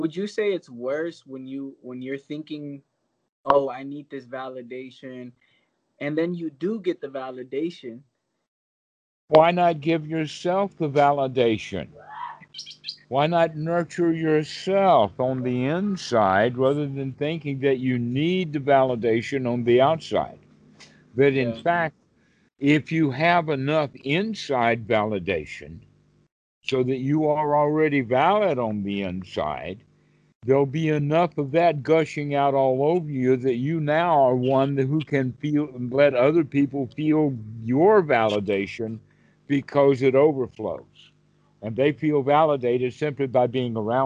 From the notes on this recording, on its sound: skype calls on this channel